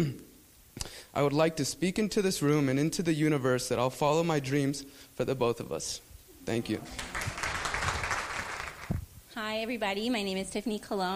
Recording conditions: live audience